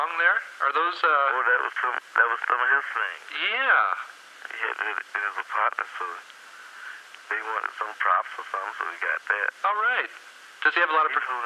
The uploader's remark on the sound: Phone call